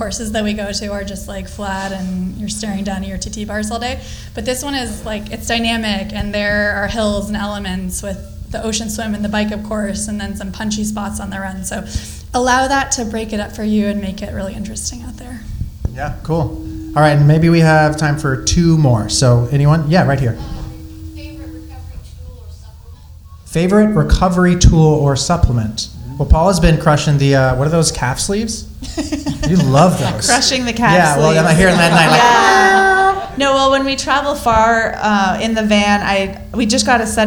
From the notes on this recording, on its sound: IM 70.3 Oceanside Triathlon LIVE podcast. Our first ever live podcast! Answering your questions live in front of an audience.